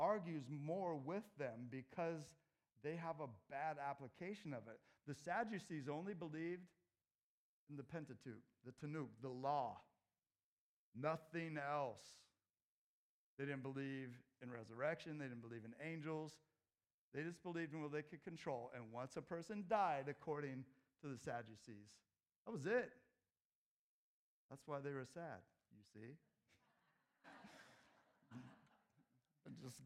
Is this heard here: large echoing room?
yes